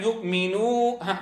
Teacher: أتممت الضم ووجهت الصوت في المجرى في الفم لا إلى الخيشوم